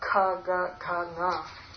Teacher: you can't pronounce them without a vowel because they're sprishta, there's a full contact